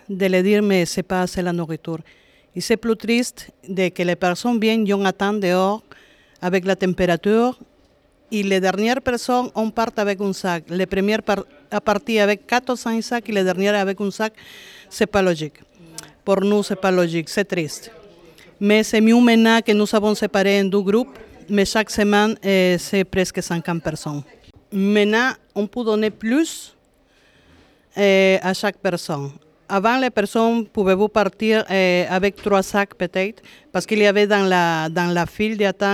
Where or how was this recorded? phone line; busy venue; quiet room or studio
busy venue